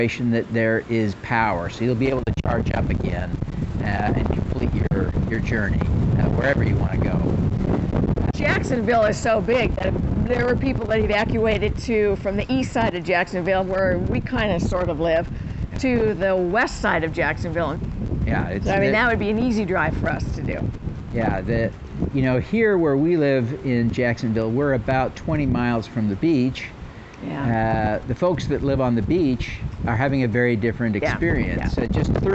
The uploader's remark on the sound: We recorded this episode outside in the storm. Here in Jacksonville on Thursday, as we recorded this, the wind was blowing gusts up to 35 miles per hour with steady, light rain.